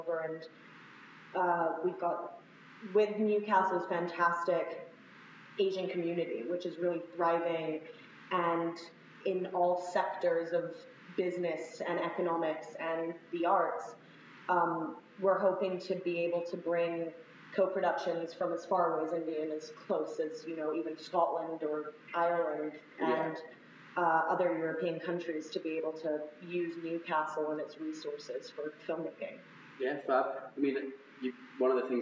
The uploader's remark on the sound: Another adventure in terrible audio